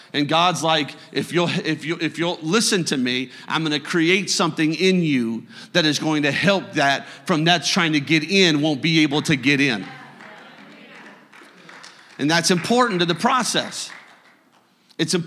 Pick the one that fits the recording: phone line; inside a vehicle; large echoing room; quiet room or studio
large echoing room